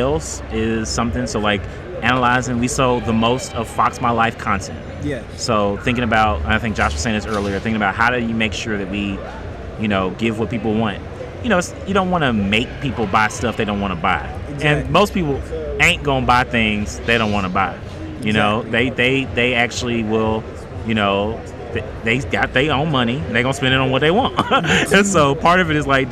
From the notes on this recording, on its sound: LIVE at Las Vegas Comic Con. Listen as we debrief the event while we were still at the convention.